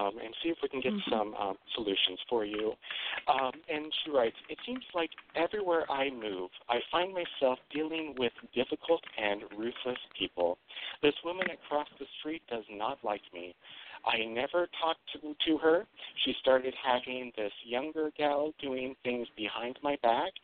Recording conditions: phone line